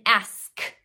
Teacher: Say K. It's the last sound in ask. It doesn't turn our voice box on. · Term: unvoiced sound